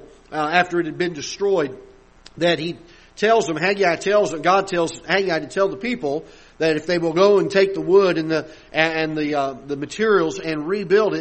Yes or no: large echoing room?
yes